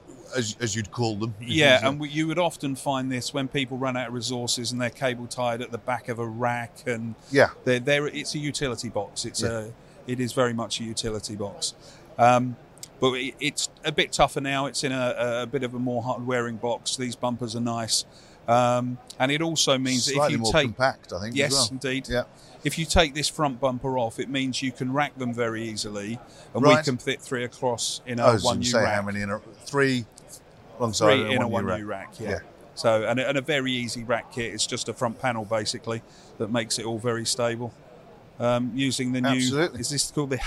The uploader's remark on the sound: At IBC 2023